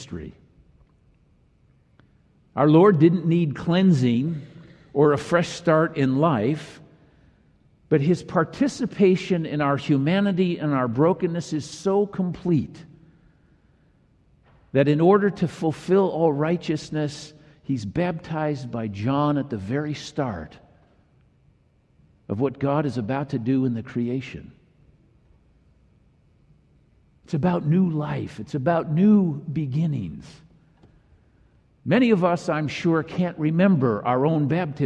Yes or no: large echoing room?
yes